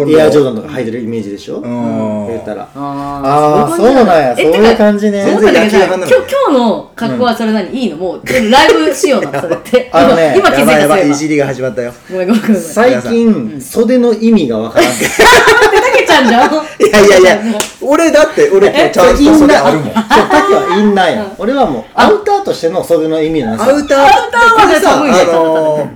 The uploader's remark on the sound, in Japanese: 公開収録